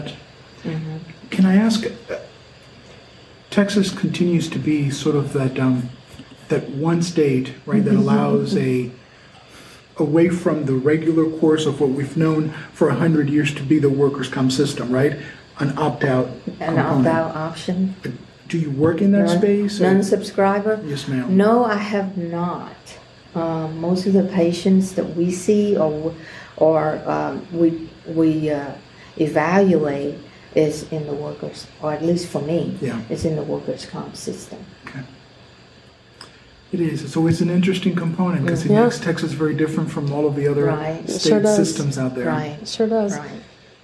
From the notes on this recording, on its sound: TXWCC Live! At the Texas Workers ' Compensation Conference.